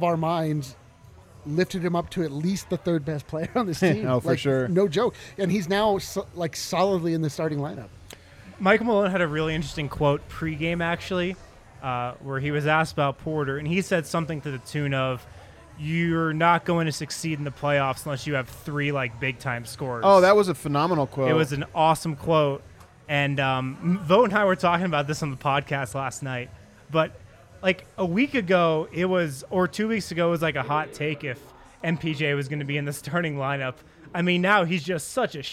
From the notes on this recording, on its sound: The guys are live from the DNVR Bar to break down the game.